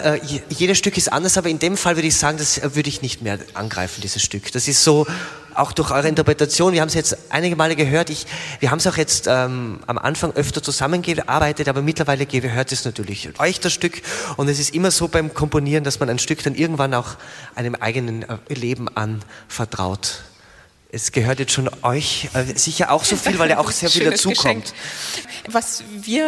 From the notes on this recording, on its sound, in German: Livemitschnitt aus Grafenegg. In der Konzertreihe "Boulangerie". Hier hört Ihr einen Ausschnitt aus dem Konzert sowie dem Podiumsgespräch.